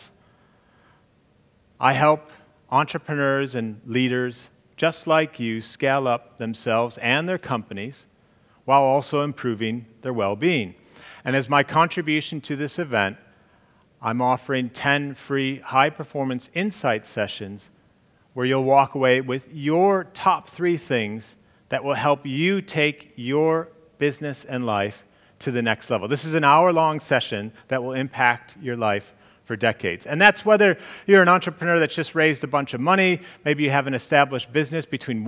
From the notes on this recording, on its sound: During the commercial business growth talk on the second day of Elite Business’ live event on March 10.